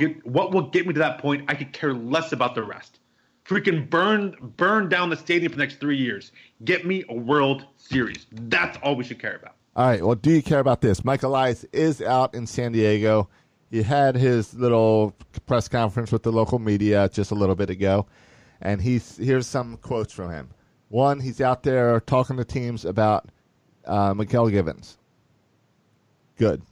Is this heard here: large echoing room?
no